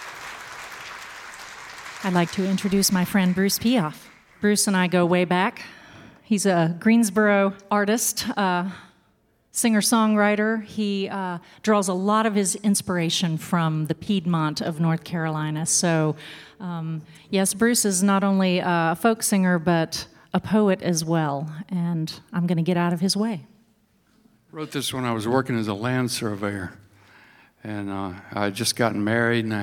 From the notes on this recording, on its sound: Live at the Reeves.